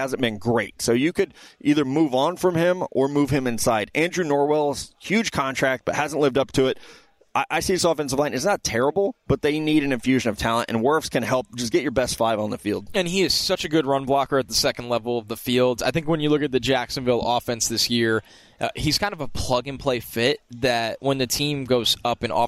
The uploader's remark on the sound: Live from Radio Row